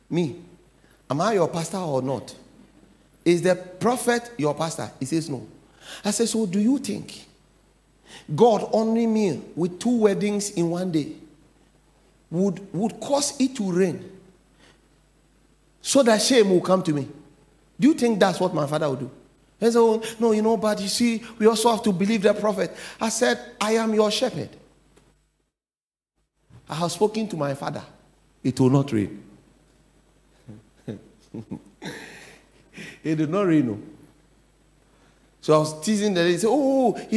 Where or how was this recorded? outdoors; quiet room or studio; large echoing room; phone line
large echoing room